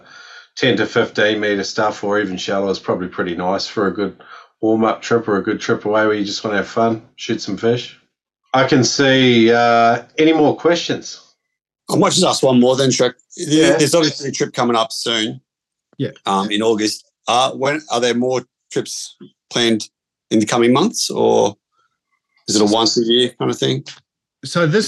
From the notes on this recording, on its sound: We had our info night for the upcoming Whitsundays Spearfishing Retreat with Noob Spearo and Salt Sessions! We invited a bunch of the Noob Spearo community to join us for a zoom call.